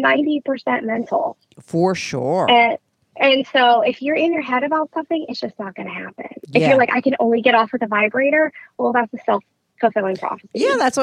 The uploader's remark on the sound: called